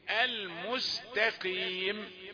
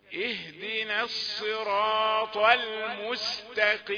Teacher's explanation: نحافظ على ترقيق التاء وليس مبررا أن بجوارها قاف، فالقاف مفخمة أيضا في آخر درجات يعني لن تعاكسنا.